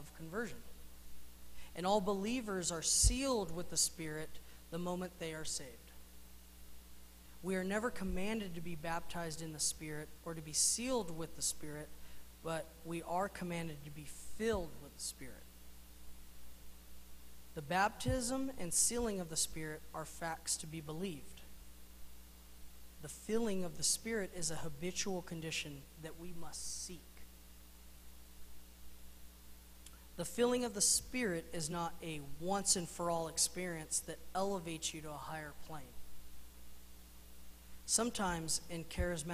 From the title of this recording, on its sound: Mt. Zion Church Live!